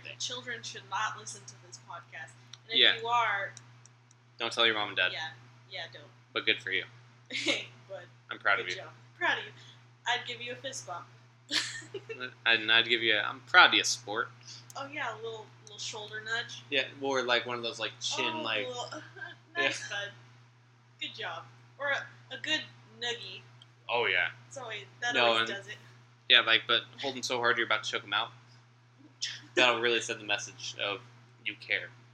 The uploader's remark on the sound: In what may be the quietest episode yet (the mic's were turned down a little low).